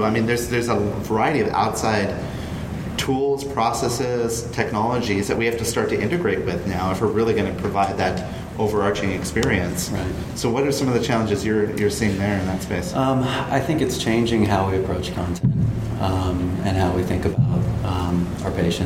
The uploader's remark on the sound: Live from Content Marketing World Cleveland Clinic Health Summit 2017. Live from Cleveland, this week’s episode features audio captured at the Content Marketing World Cleveland Clinic Health Summit 2017.